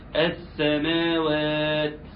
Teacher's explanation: لأن هو أضاف حرف السين على التاء، بعد التاء أضاف حرف سين، وده غلط